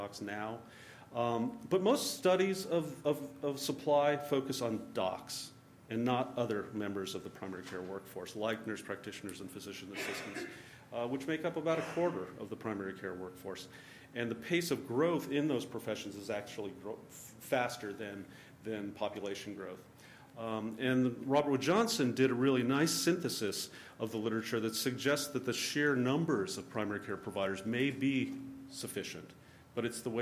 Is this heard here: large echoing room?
yes